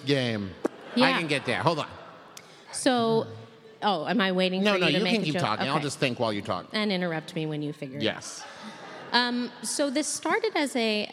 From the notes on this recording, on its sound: Live at Candlenights. This week it's our Candlenights Live episode.